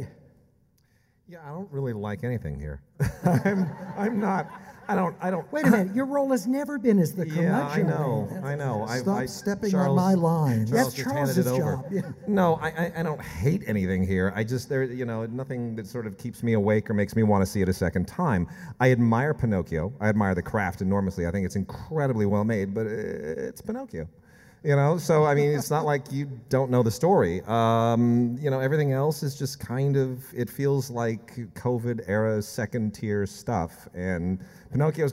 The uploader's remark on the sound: LAist film critics are live at the Orpheum Theater in DownTown Los Angeles.